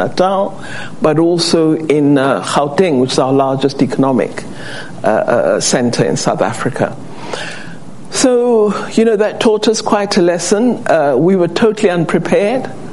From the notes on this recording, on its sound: Takes questions from members of the Council on Foreign Relations in Washington DC.